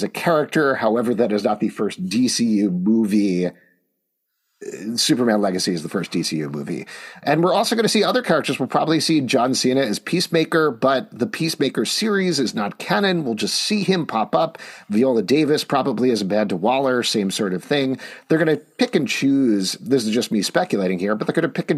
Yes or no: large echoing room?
no